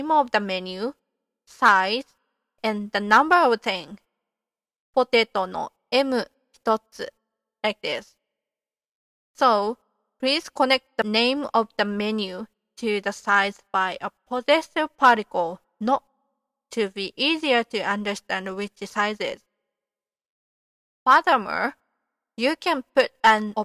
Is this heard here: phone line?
no